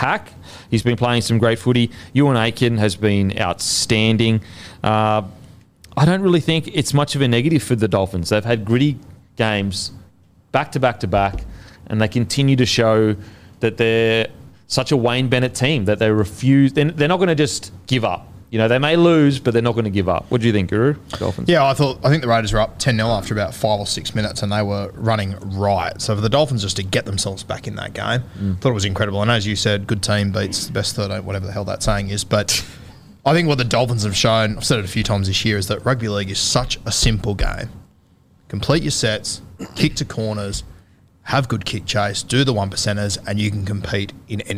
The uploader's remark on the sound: in front of our live crowd